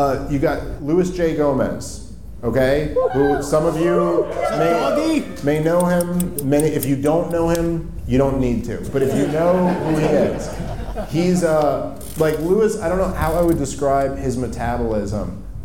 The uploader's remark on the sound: Live From Houston! The guys take question from the audience!